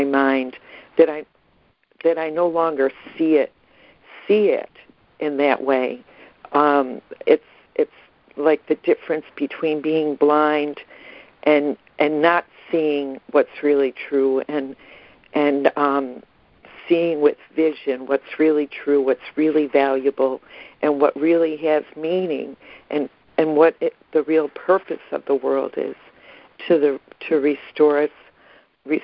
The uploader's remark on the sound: ACIM Daily Conference Call